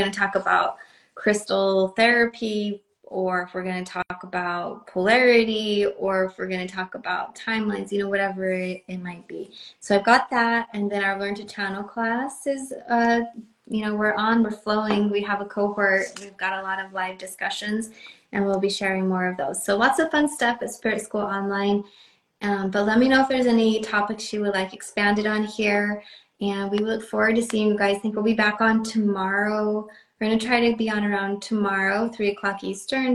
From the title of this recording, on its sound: Spirit School Instagram Live